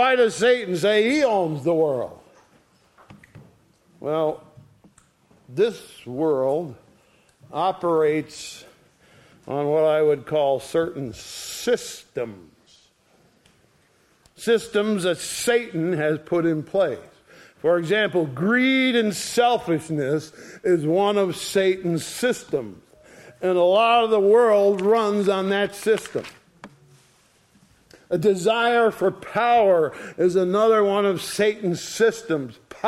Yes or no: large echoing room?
yes